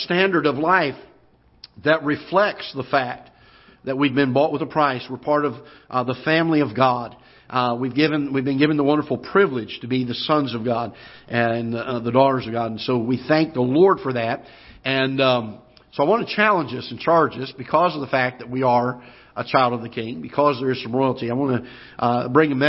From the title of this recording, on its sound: Ketha Heights Baptist Church ~ Live Broadcast